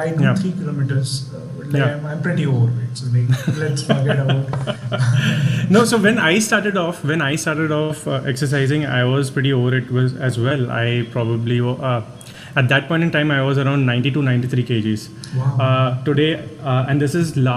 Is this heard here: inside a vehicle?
no